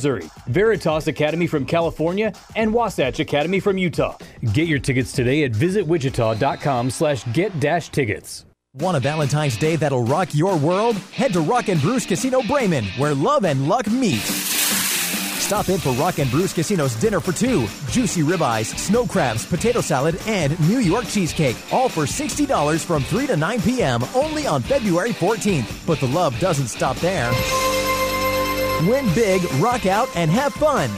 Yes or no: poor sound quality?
no